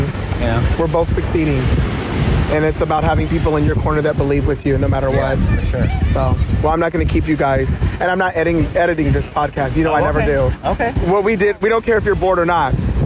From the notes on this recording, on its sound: I’m at the beach with a close friend and we decided to just talk and record.